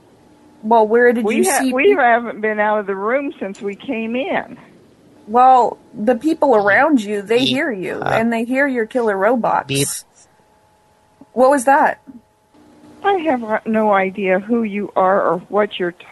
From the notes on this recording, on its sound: Prank Phone Calls Collection